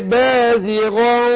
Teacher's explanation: خد بالك أقول بازغا قا، احنا عندنا تنوين وبعد القاف إخفاء. أنا هخفي نون التنوين عند القاف، بس اللي بيبقى منها الغنة، اللي بيبقى من النون هنا النون الساكنة أو نون التنوين هنا الغنة، فالغنة بتفخم، وأنا هشرحها دلوقتي.